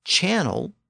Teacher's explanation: the word channel with its ch sound shows the influence of the central French dialects around Paris